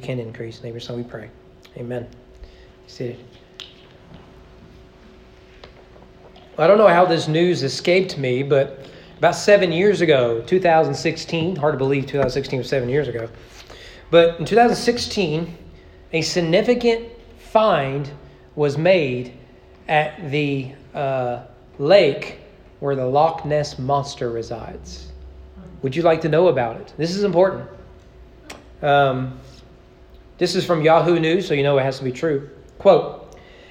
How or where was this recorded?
large echoing room